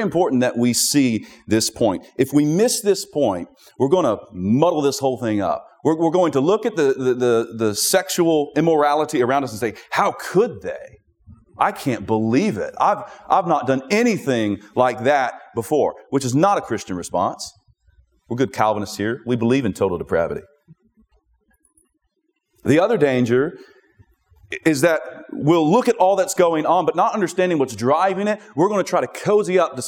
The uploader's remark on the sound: at the Southeast Founders "Do Justice, Love Kindness, Walk Humbly" regional conference in Cape Coral, Florida